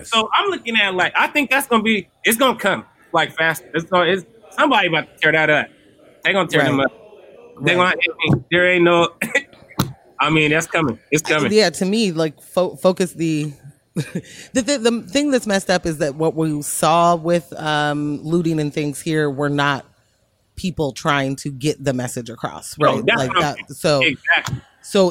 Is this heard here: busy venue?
yes